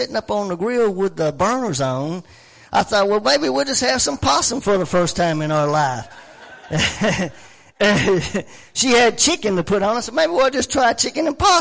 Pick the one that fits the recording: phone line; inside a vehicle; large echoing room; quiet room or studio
large echoing room